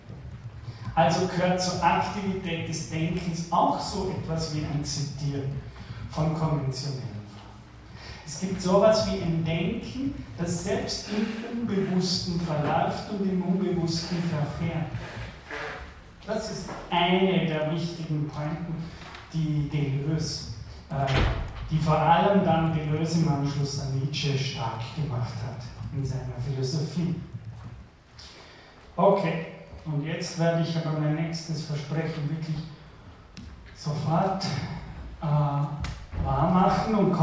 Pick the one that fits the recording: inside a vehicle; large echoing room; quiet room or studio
large echoing room